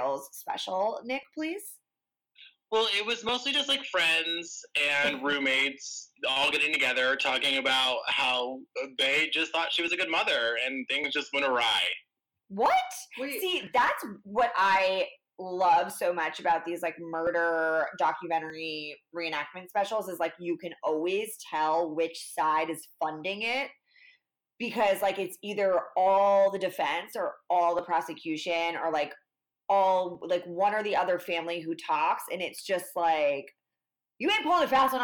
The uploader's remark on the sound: this was our very first episode and we are still trying to get the sound right